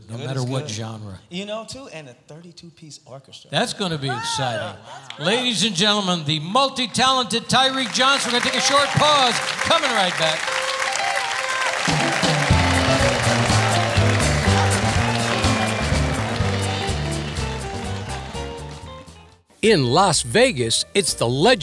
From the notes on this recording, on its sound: Live at the South Point Casino